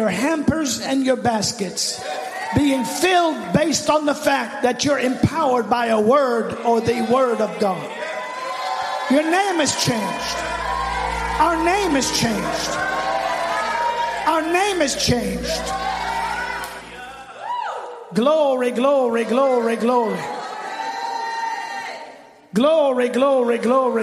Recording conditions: live audience